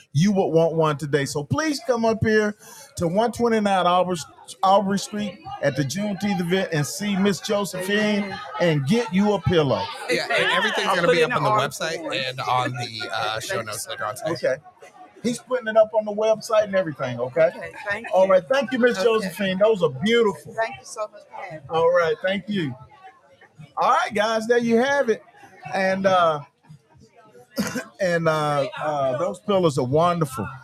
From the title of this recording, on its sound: Live at Juneteenth